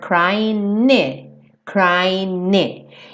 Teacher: Ele não falou o G do crying, como normalmente não se fala mesmo, né, gente? O G do ING.